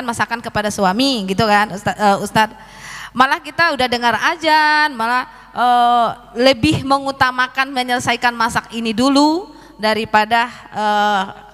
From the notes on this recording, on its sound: LIVE dari Masjid Daarut Tauhiid Bandung